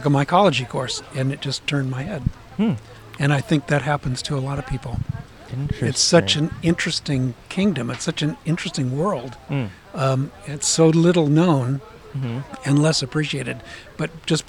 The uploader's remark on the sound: Outside A Mushroom Festival. Recorded 2/5/23 at the South Coast Botanic Garden in Palos Verdes, CA.